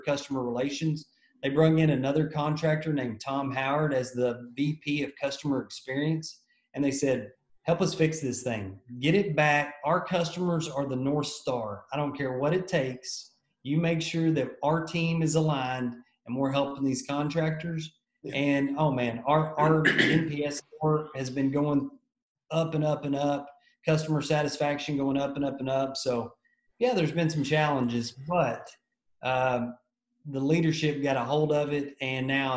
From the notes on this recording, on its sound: In this episode we were stoked to have our first International guest on the Show, all the way from Oklahoma Texas, we Zoomed.